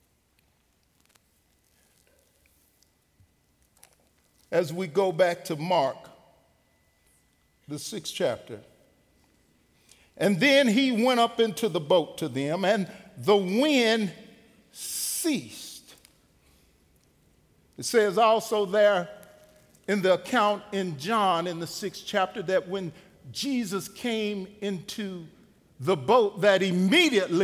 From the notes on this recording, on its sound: Recorded live at The Fellowship at Two Rivers on June 30, 2019.